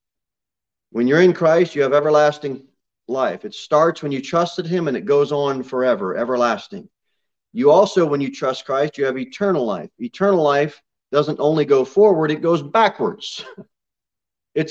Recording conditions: large echoing room